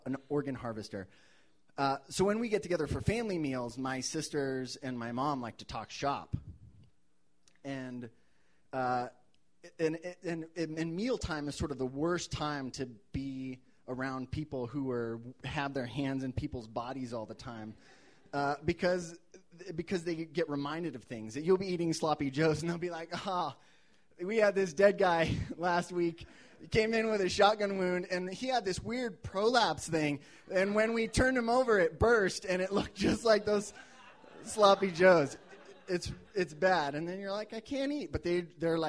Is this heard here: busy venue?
yes